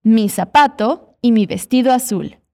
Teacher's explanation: Muita atenção ao som do Z, que tem o som de S, tanto na palavra sapato, quanto na palavra azul.